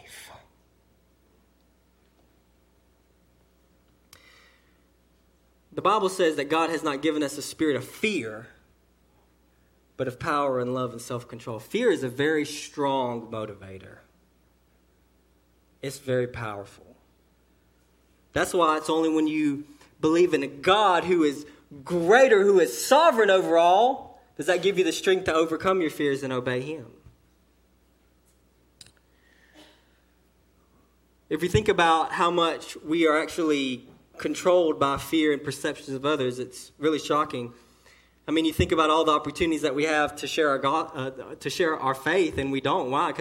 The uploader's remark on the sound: Sermon delivered to Cottondale Baptist Church in Eastman, GA. During the 11:00am service.